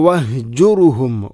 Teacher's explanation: വഹ് കെട്ടുള്ള ഹ തൊണ്ടയുടെ ഏറ്റവും അടിഭാഗം